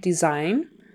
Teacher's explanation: The S in the middle is a Z sound